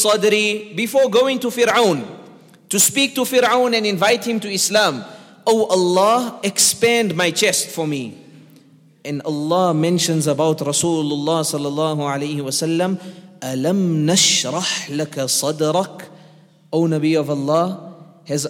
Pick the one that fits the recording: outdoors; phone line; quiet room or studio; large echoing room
large echoing room